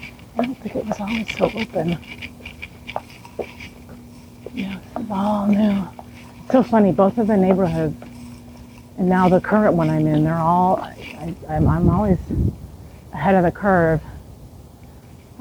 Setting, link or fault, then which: setting, outdoors